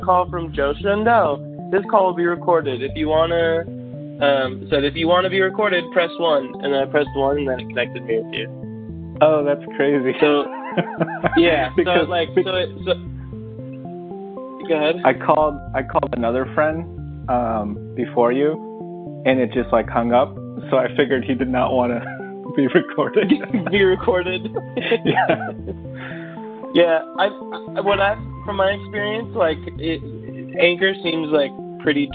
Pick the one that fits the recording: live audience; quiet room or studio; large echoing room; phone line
phone line